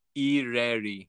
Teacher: It's a very short rolled R. Very, very, it's almost like a D.